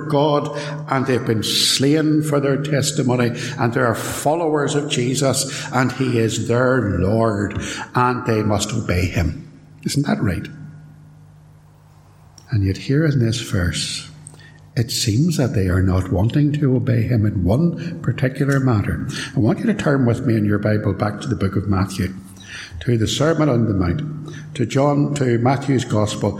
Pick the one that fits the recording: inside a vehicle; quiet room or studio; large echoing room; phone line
large echoing room